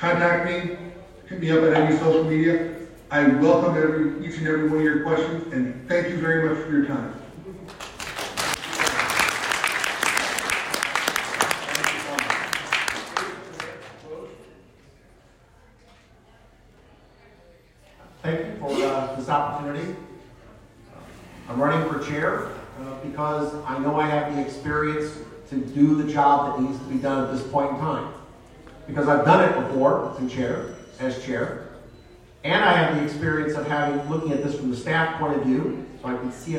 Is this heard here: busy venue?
yes